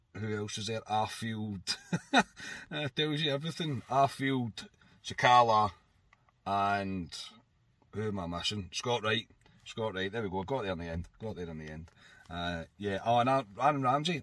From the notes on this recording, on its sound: brings reaction from the car